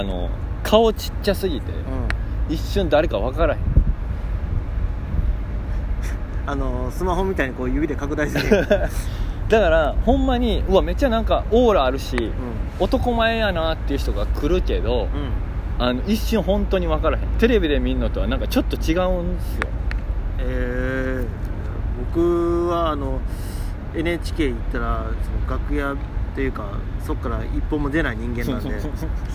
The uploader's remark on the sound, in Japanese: 外で録音してるので風の音など入ってる場合があります。公園収録。